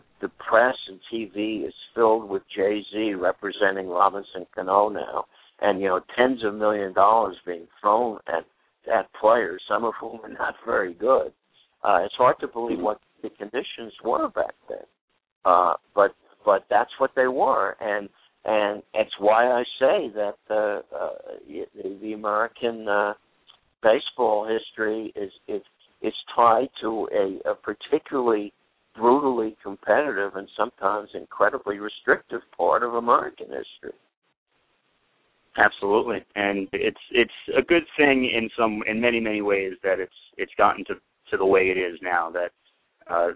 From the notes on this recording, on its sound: will call